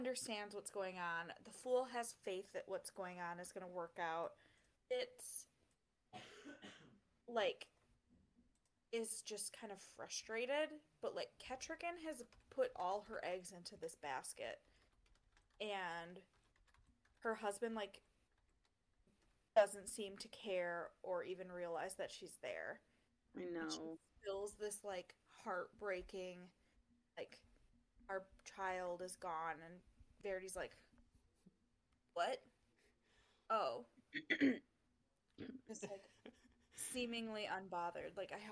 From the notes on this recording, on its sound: The audio on this episode is quieter/lower than usual since we lost our primary audio, so I had to use our backups.